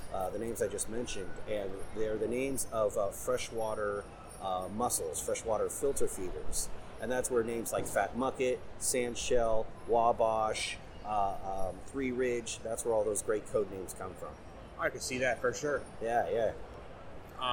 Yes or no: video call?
no